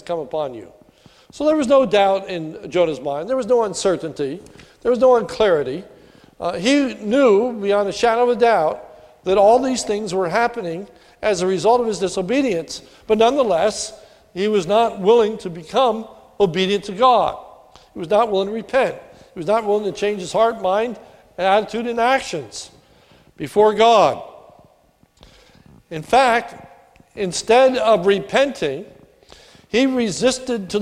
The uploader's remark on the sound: recorded at the Lebanon Bible Fellowship Church in Lebanon, PA on 5/27/2018 during the morning service